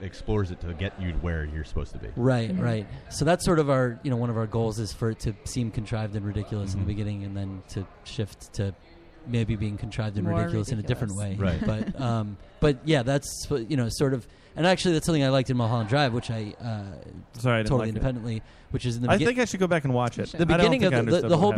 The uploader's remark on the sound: We broadcast live from TerrorCon Rhode Island!